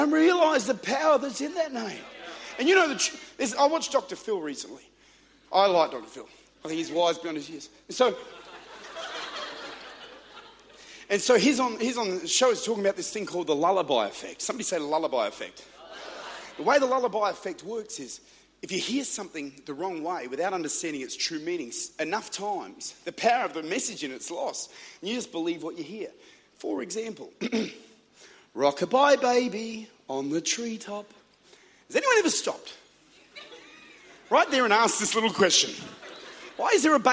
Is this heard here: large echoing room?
yes